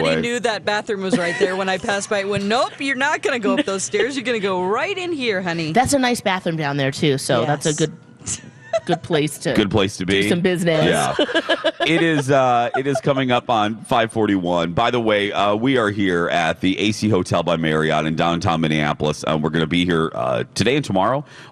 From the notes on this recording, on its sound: broadcast live from the AC Hotel for the Superbowl